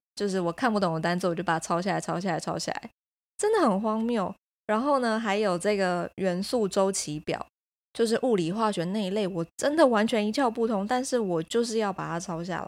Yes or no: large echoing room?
no